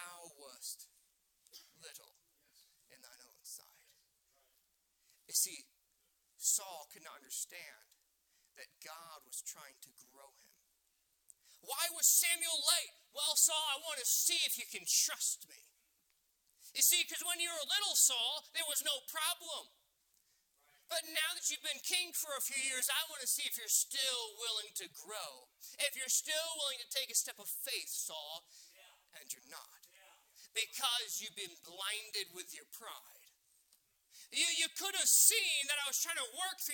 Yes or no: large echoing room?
yes